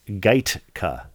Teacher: Emphasis on the first syllable.